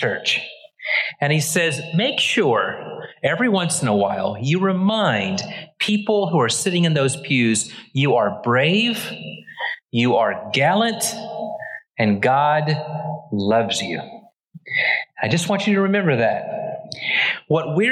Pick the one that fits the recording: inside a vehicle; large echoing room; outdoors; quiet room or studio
large echoing room